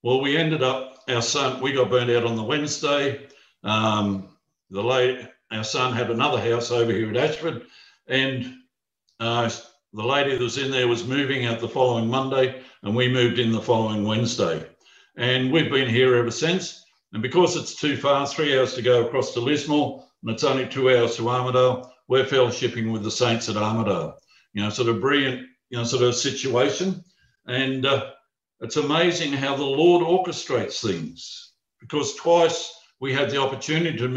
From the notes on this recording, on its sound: Talk 1 from the Wednesday United zoom meeting on 17 February 2021.